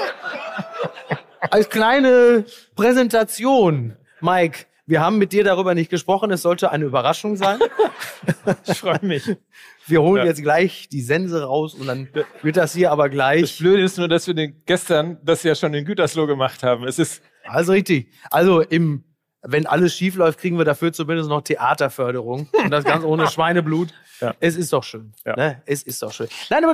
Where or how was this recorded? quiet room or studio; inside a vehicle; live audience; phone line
live audience